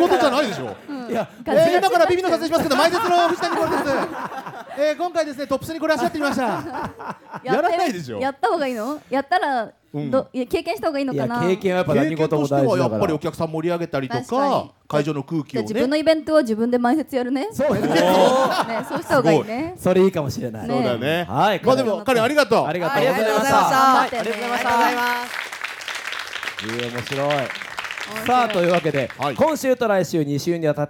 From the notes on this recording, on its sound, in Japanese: 東京アナウンス学院から公開収録！